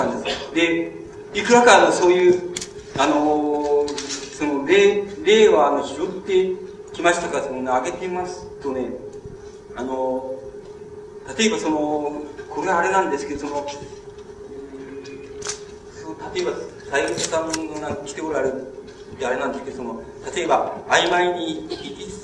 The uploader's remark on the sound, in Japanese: 場所：千代田区一ツ橋・一橋講堂。82現代短歌シンポジウムin東京 として２日間にわたり開催された シンポジウム幕開けの講演。録音者の手元ノイズが入っている。